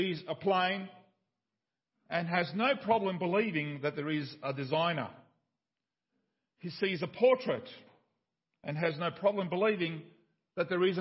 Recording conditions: large echoing room